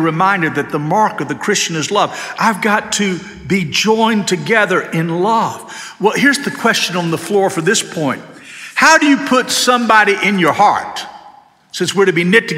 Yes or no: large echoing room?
yes